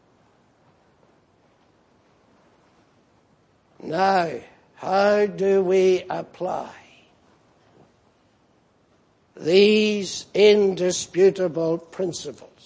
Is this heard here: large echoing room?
yes